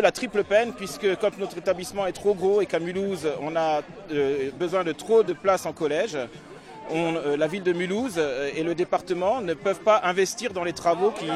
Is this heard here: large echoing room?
no